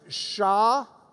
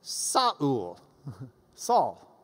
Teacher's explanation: They don't have a sh sound in Greek. So they just do S, sa. So Shaul becomes Saul, Saul, we read it.